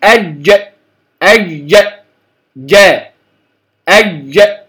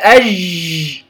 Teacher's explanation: ثم الجيم أج أج أج، وكما قلنا قبل ذلك لا أنطق أج ج ج، دال مشمة جيم، وإنما ينحبس الصوت بين وسط اللسان وما يحاذيه من الحنك الأعلى · Shown in: first take · لا علاقة له بمخرج الدال.